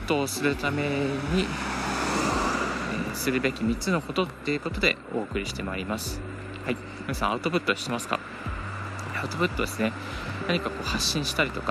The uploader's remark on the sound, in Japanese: 歩きながらラジオ配信